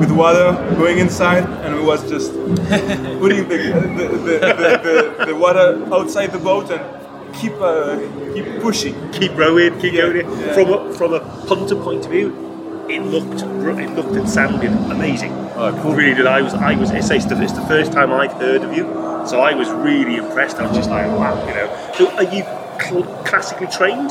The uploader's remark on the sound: at Damnation Festival